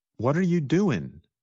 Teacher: Many times, the ing at the end of words gets shortened to just the sound in.